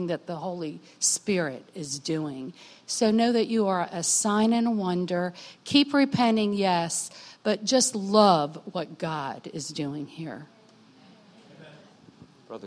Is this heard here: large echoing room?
yes